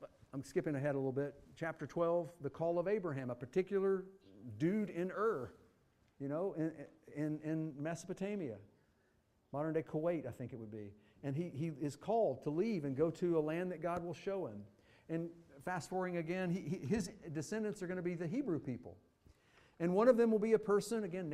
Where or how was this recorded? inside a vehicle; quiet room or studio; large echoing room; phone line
large echoing room